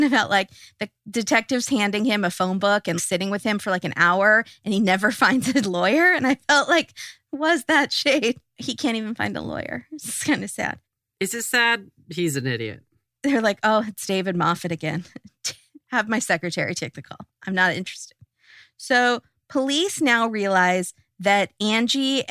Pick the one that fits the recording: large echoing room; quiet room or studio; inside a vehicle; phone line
quiet room or studio